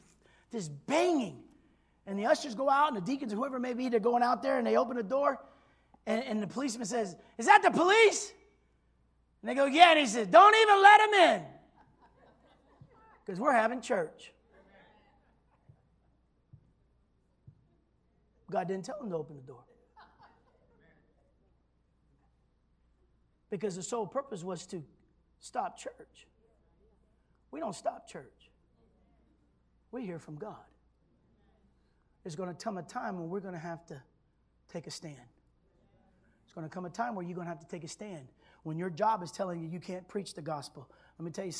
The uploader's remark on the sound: this was recorded on Sunday at Abundant Living Ministries